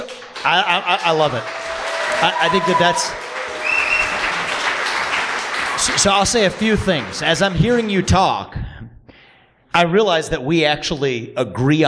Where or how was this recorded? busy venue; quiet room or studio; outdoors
busy venue